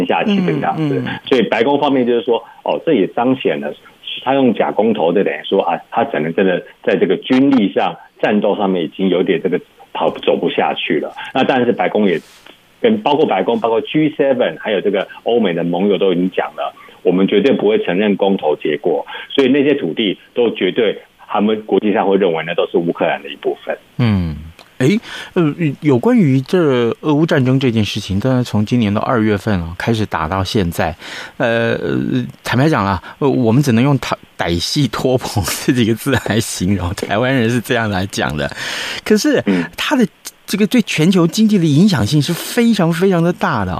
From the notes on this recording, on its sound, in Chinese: 連線美國之音白宮記者